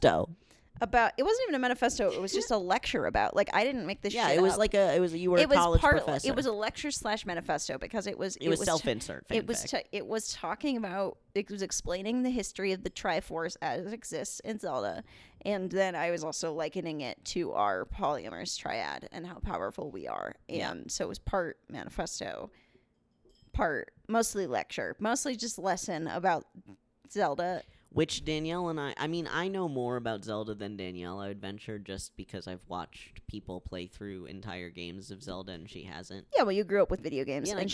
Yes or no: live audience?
no